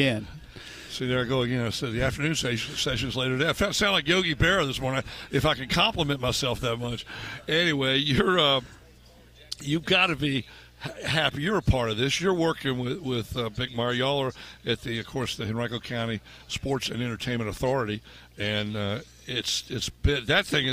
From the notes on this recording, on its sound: record live at the Henrico Sports & Events Center